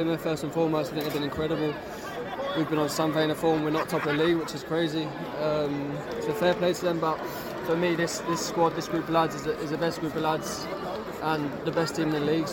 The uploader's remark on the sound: a collection of interviews from a truly special day at Portman Road